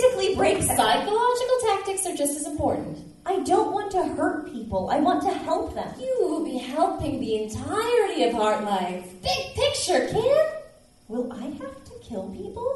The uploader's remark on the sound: We are excited to share a live recording of our 2015 Chicago Fringe Festival show.